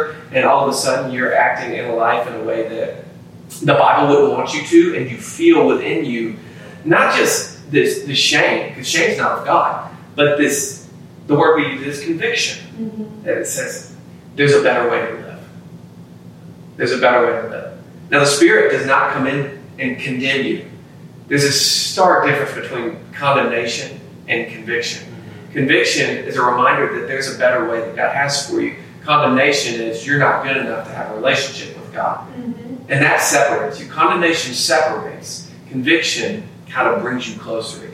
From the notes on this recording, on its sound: Pardon the poor audio quality this week as we had some issues with our equipment